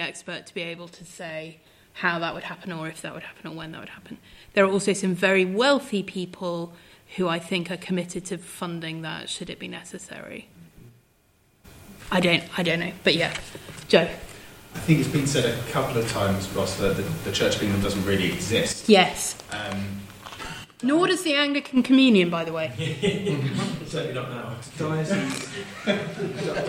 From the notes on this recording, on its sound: At the Junior Anglican Evangelical Conference 2023 (The Church for England).